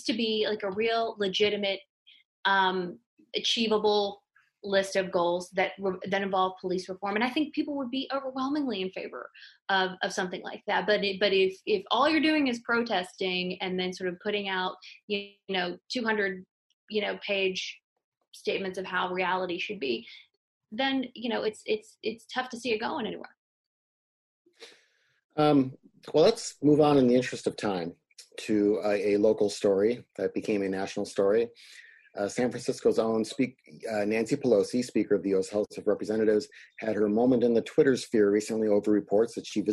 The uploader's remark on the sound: This program took place and was recorded live via video conference, for an online audience only, and was live-streamed by The Commonwealth Club of California from San Francisco.